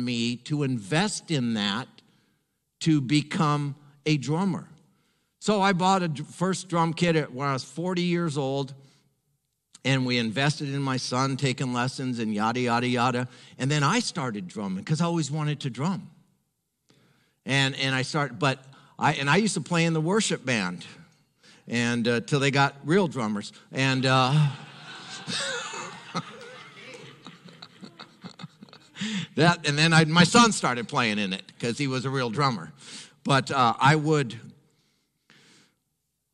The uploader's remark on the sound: HisPlace Mens Conference. From the recent Men's Conference at HisPlace Westminster.